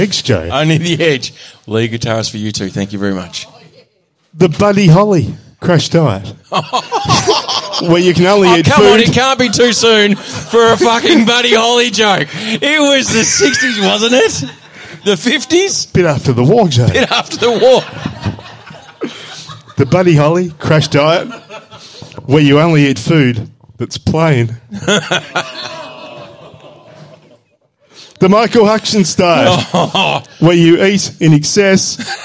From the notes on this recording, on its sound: It's the first half of our latest Live Show.